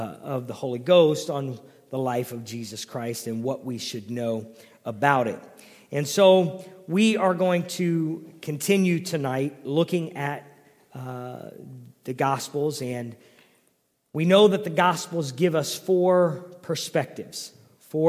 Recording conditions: large echoing room